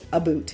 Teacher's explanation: Some people, though, they do say a boot, and they don't pronounce it the usual British way with the ow sound · Term: Canadian raising